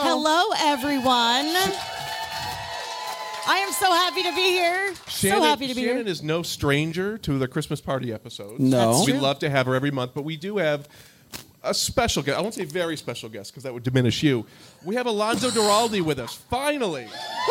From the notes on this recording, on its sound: LIVE FROM BRAMBLE FEST. We recorded a very special Christmas party live at the 2023 Bramble Fest.